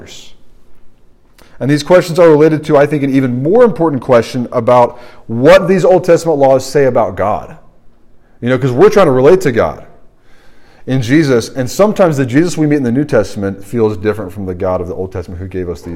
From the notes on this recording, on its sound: This sermon was preached at the RUF Large Group meeting at Washington & Lee University.